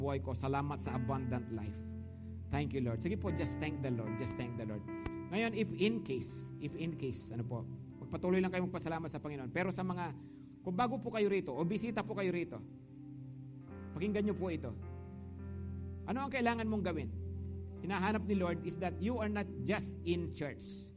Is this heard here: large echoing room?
yes